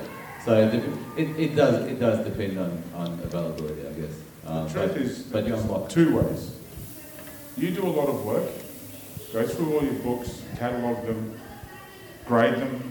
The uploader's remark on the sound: Recorded in front of a live audience at Supanova Melbourne, we are joined on stage by Fats Comics owner, and industry expert.